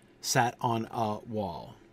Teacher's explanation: And then sat on a wall. Stressed, unstressed, unstressed, stressed.